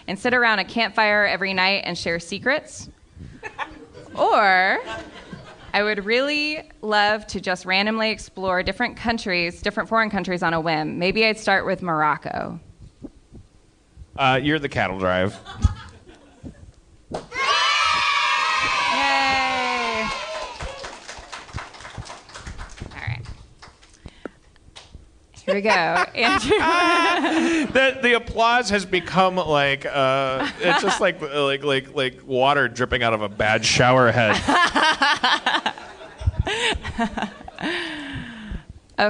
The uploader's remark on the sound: LIVE in Houston, TX